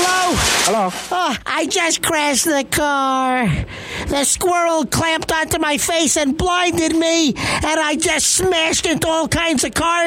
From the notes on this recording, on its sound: Prank Phone Calls